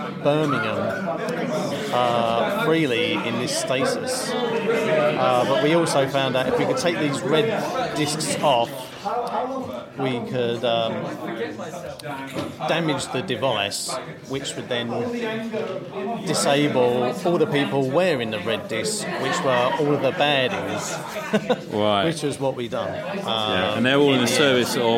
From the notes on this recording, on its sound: A tighter episode focused on my attendance at The Owlbear and Wizard's Staff convention in Leamington Spa. Lurches into an audio journal of the day at OBaWS. Bonus and BIG thanks to the organisers at the show for allowing me to record my blitherings unsupervised.